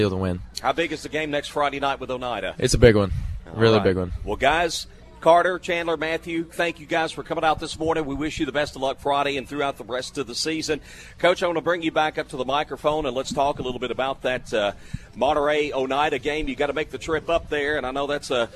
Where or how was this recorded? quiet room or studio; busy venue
busy venue